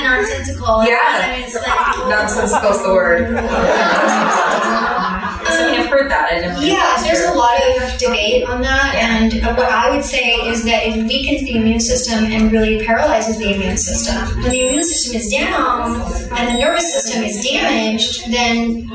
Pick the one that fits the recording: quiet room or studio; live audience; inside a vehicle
live audience